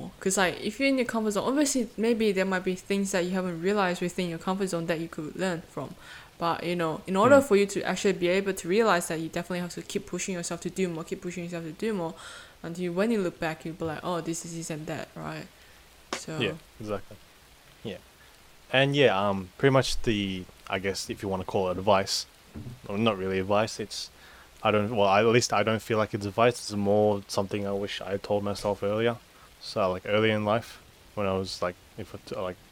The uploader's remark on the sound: Enjoy the sound of the rain in the background.